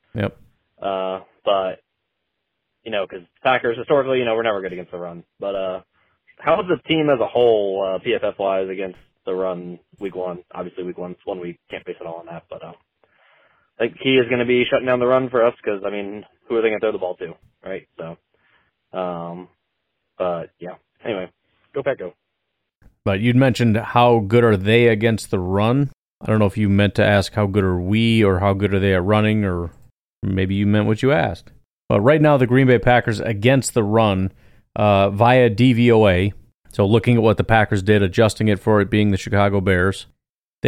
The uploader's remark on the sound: Packers fans call in to react to the bittersweet weekend for Green Bay.